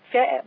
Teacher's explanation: فأردت بهمس نوقف عليه بالهمس